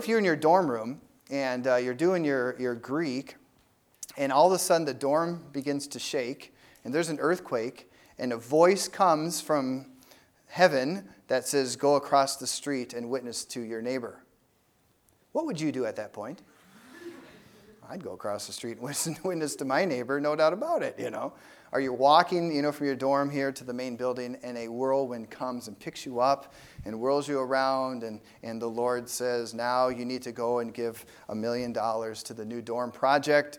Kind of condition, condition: setting, large echoing room